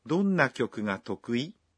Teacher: Trong phát âm mẫu thì khi nói tokui, người ta lên giọng.